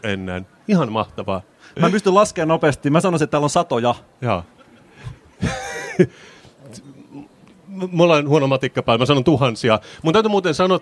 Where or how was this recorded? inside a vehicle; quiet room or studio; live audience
live audience